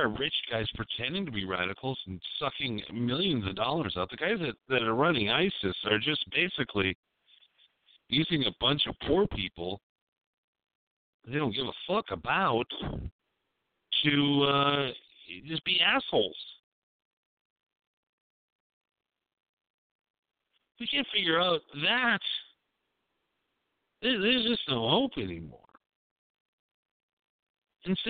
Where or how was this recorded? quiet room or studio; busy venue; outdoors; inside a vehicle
outdoors